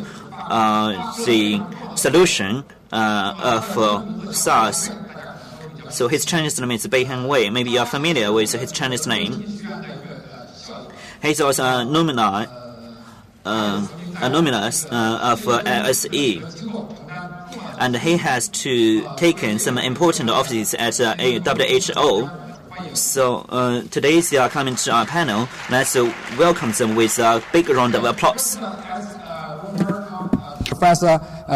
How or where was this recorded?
live audience